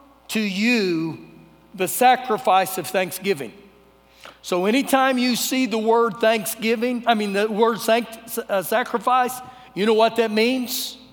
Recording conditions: large echoing room